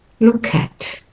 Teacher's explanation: hear how I'm aspirating my K and my T there, putting air in, not stopping.